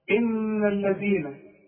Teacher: الذين كلها مرققه واحنا طلعنا لساننا في الذات